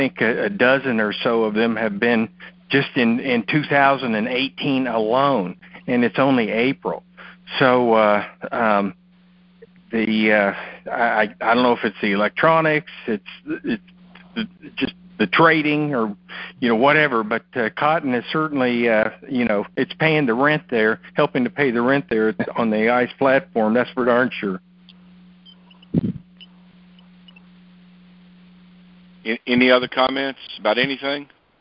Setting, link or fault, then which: link, phone line